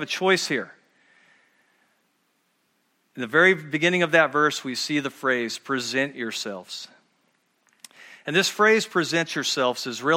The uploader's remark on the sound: at Murrieta Valley Church in Murrieta, California.